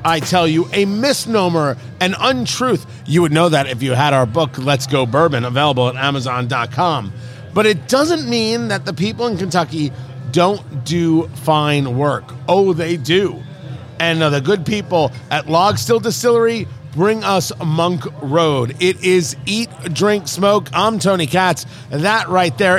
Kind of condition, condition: setting, busy venue